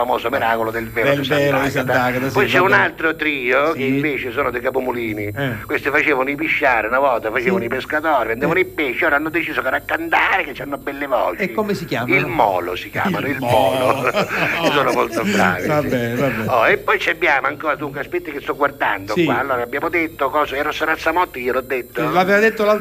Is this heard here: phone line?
yes